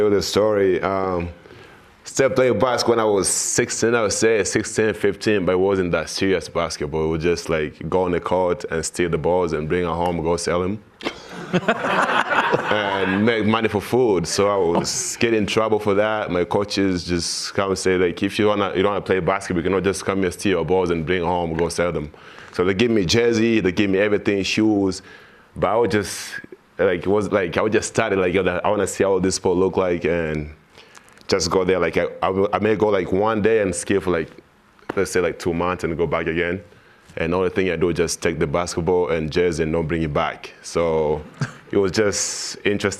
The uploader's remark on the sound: A live audience in Studio C.